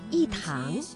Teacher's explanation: 而在非去声之前呢，都会变成去声